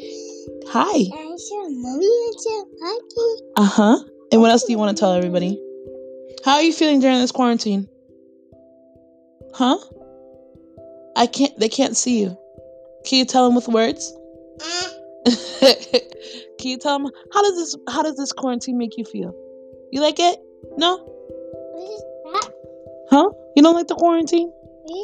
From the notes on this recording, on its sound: Warning i have not been successful in editing but i tried my best to keep the background noise to a minimum. This is uncut and real.